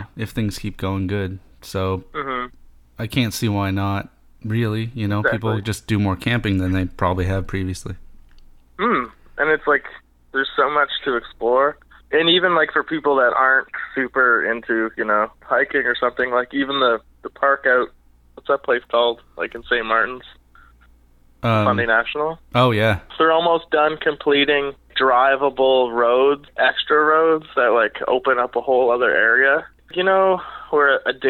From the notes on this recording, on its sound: We spent some time on the phone